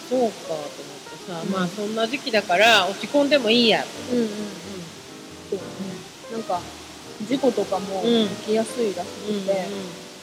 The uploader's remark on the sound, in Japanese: 新月の日に滝の横で収録した。滝の音とマイナスイオンをたっぷり乗っけて配信します。